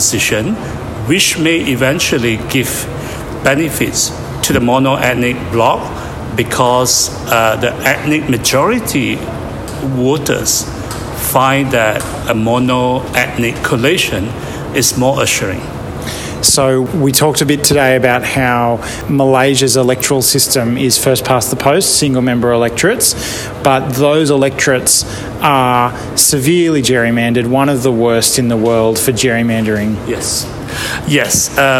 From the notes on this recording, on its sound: Today's podcast was recorded at the roundtable on Boundary Delimitation and Malapportionment in Asia and the Pacific held in Kuala Lumpur, Malaysia on October 28-29, 2023. While there I recorded interviews with six of the other participants.